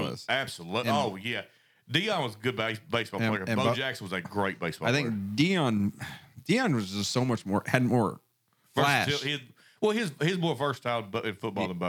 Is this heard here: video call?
no